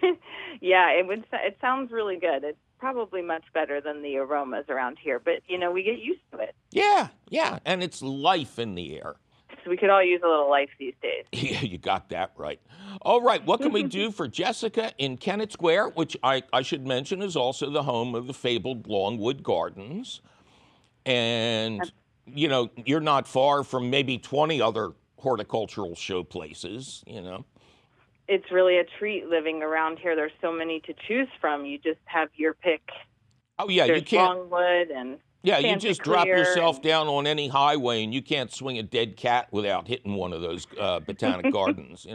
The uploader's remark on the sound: your Fabulous Phone Calls